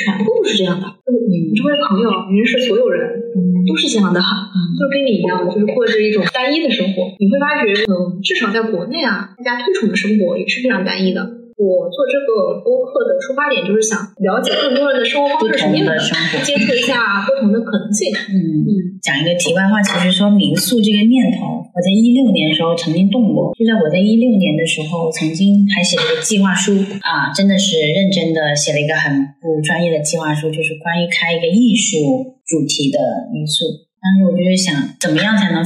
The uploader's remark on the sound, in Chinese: 约这对开民宿的夫妻，临时录了期播客。因为录制空间和设备的问题，本期内容音质不太好，希望你多多包涵。